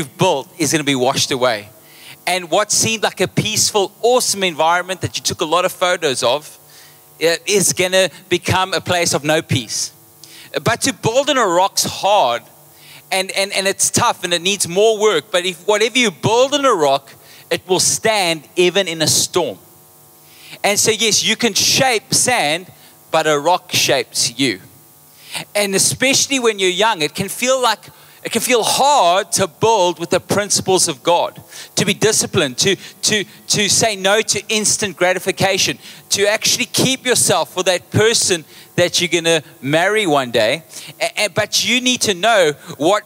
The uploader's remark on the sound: Recorded live on Sunday 20th August the 2023